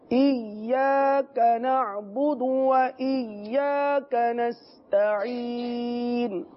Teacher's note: ایاک نعبدو ہرگز نہ پڑھیے کہ یہ لہنے جلی کی غلطی ہے، بہت بڑی غلطی ہے. لہذا تشدید کے ساتھ پڑھیں گے ایاک، یعنی یا کو تھوڑا رک کر پڑھیں گے